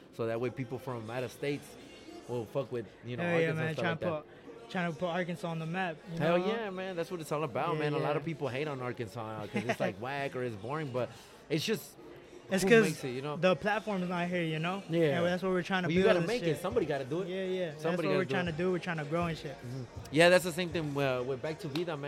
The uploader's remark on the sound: Live From 479 swapmeet in springdale ar